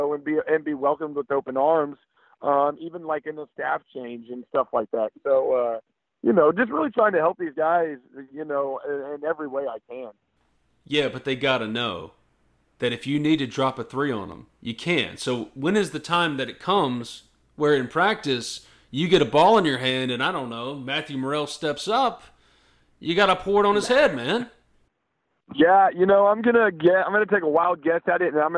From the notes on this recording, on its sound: joined on the Modern Woodmen phone line